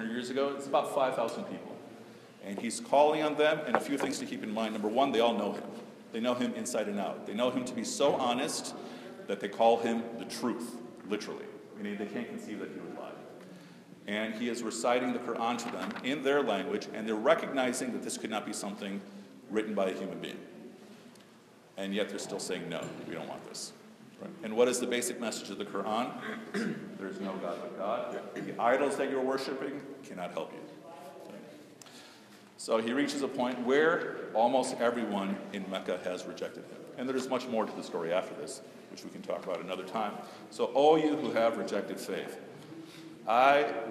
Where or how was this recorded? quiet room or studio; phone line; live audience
live audience